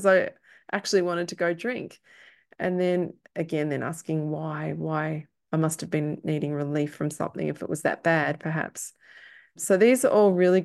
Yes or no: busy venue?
no